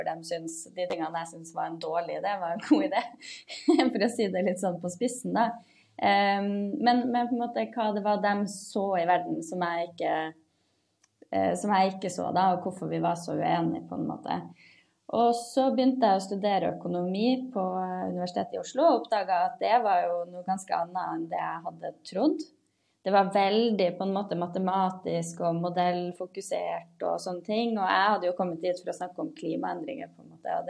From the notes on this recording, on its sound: Live Zoom